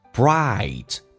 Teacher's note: bright，饱满一点，上下打开到极限，再滑动到 e 这个发音